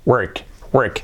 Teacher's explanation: No sería wu, no, wu, work. Luego tenemos la R que casi se nos lleva la vocal anterior O, esta R fuerte y tan característica del inglés, y la K final, work, work, work.